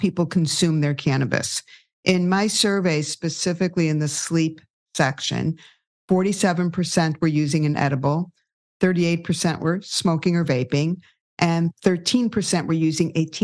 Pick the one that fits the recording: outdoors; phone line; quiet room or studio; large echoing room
quiet room or studio